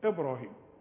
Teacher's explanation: وقلقلة الباء انك تقفل شفايفك وتفتحها على طول